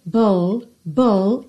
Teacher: como o E de troubled não é pronunciado, você tem o BL, bull, bull, e depois o D.